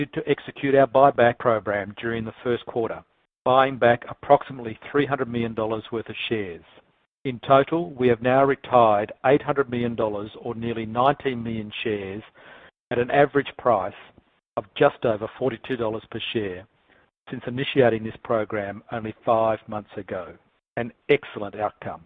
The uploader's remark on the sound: excerpts from Newmont’s May 5, 2020, conference call